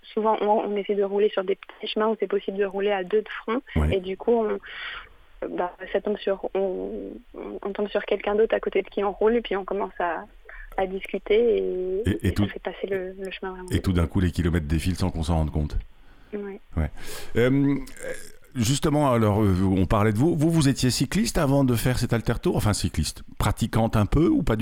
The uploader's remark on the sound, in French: En plateau (au téléphone)